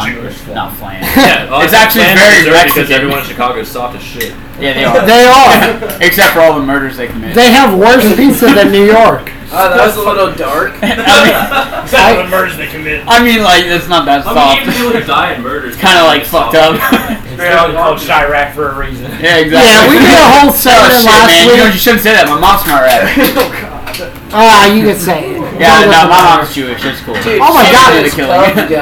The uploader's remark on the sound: In this episode we really dive into the bar room talk with a lot of background noise coming from others in the room. Sorry about the background noise. We were not using mics or sound blockers because I got drunk and did not realize the mic was not plugged in until after.